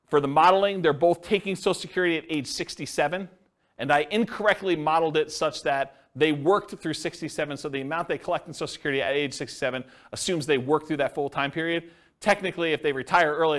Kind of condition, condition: setting, live audience